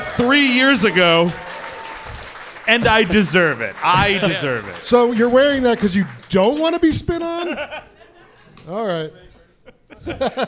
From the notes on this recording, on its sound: Live in Hollywood. Recorded during last year's fall tour, the gang kicked off the LA shows.